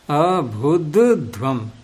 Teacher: तुरंत ही track change करना पड़ता है, महाप्राण से अल्पप्राण फिर तुरंत महाप्राण।